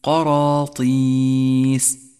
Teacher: الراء مفخمة لأنها مفتوحة · Term: الراء المفخمة